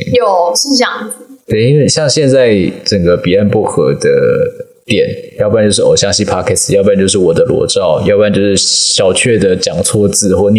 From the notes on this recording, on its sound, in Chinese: 這集的收音麥克風有點狀況，如果有不適請見諒。